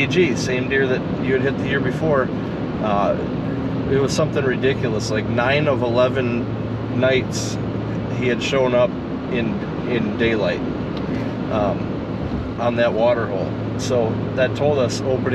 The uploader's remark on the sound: Driving home from a week long Canada fishing trip